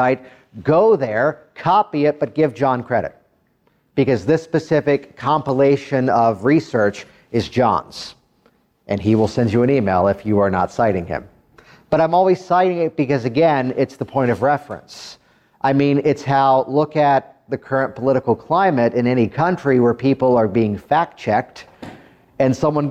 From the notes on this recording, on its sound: A live recording from a training seminar where I helped other hypnosis practitioners.